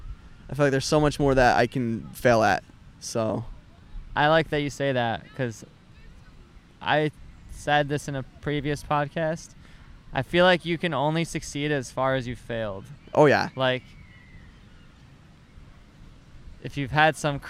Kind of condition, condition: setting, outdoors